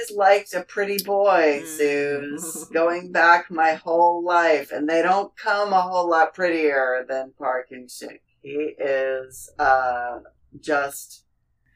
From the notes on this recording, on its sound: Events were really conspiring against our recording this holiday oppa-ganza. Please forgive the very dodgy audio!